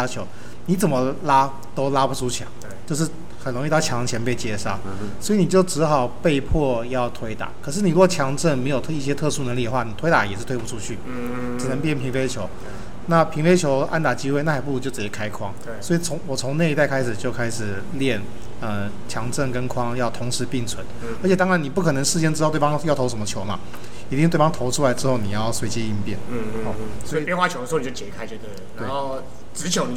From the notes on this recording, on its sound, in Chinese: 片頭片尾為實況野球電玩的開頭跟實際比賽的現場音。本次錄音為開放空間，音質不佳或偶有雜訊，敬請見諒。